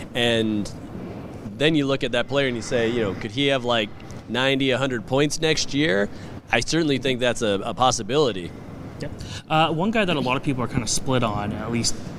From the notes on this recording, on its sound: Live from the CHL Top Prospects game in Hamilton